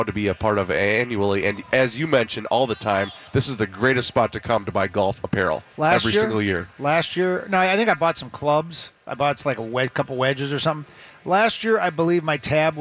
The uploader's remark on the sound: live from the Venture Bank Minnesota Golf Show